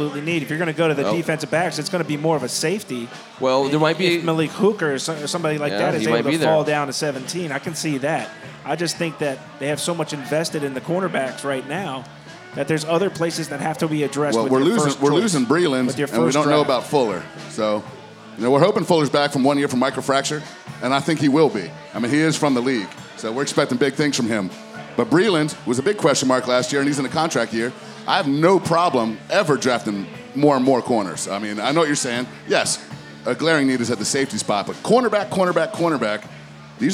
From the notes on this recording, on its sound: record The Audible live at Caddies on Cordell on the night of the NFL Draft.